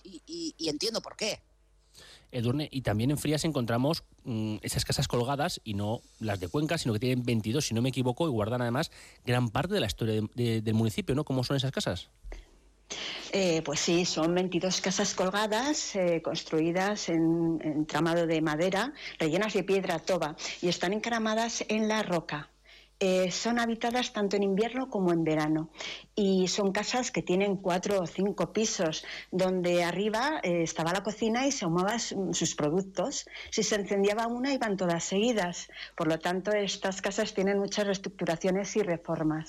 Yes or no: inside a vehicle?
no